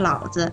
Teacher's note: 你说的老子，子读的是轻声，表示我。